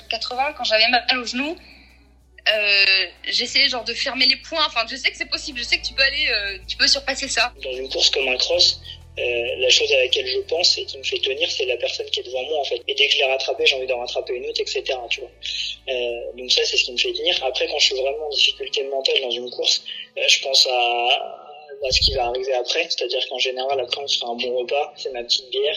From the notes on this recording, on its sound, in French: Des sportifs amateurs qui nous racontent, au téléphone